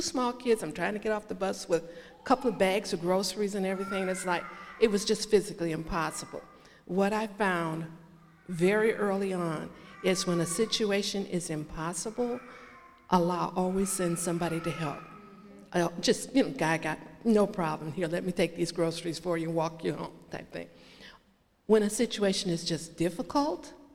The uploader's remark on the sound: answer questions from the congregation